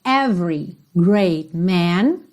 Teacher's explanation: Every também você não pronuncia esse E do meio